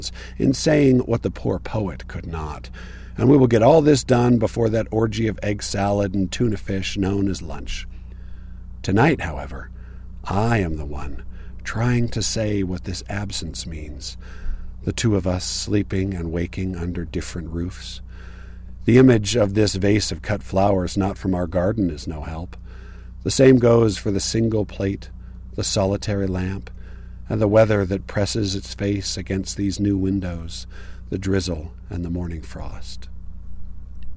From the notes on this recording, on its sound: This was recorded sitting in my car at a trailhead in Moab, Utah. Something was a little wonky with the recorder (although it is probably more likely to be user error), so it sounds blown-out in parts when I get too enthusiastic.